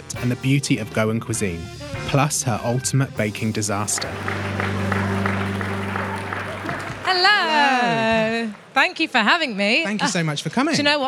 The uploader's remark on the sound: This episode is recorded at the BBC Good Food show in Birmingham